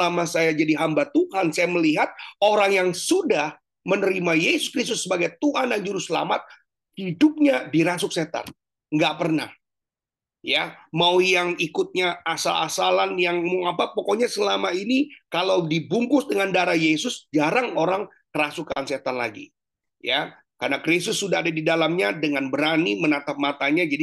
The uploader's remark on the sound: Zoominar